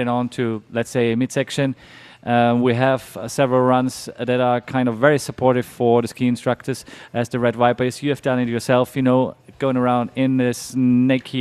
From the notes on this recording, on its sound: The show is live from the snowy slopes of Soll - Ireland's favourite ski destination, and one of Austria's top resorts.